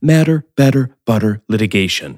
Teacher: the softening of the T into a D is there precisely to ease pronunciation and make it more natural, almost like a liaison · Term: T becomes D